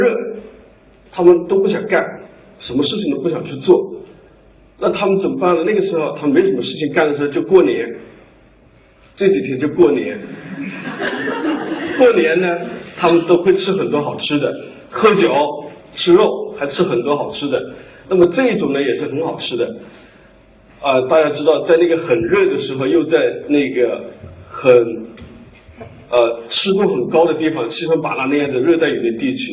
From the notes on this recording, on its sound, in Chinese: 一席现场分享